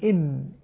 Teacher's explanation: عندما أنطق بالميم أنا أنطق بها من بين الشفتين، إم، لما أقول إم أنا نطقت ميما.